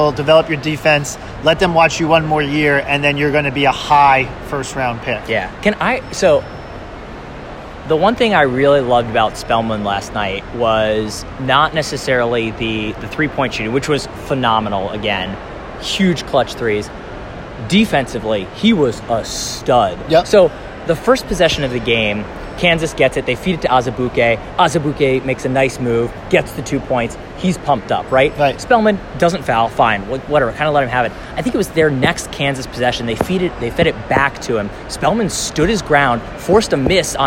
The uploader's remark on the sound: We're recording live from the team hotel in San Antonio. That means no production value, no intro, lots of background noise, and plenty of people asking if we work there (obviously not).